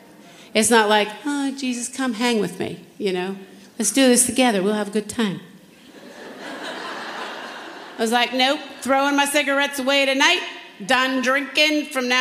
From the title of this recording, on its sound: General Session, Flourish 2023